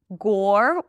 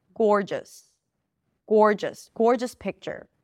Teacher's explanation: Gore, or as in for, and then a J sound and an S.